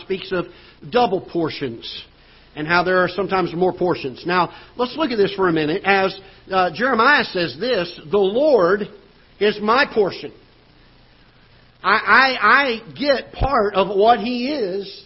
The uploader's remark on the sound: Ketha Heights Baptist Church ~ Live Broadcast